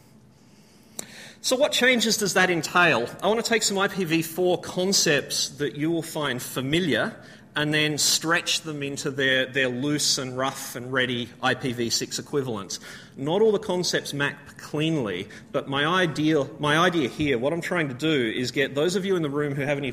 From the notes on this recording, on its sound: A full presentation recorded at the AusCERT conference.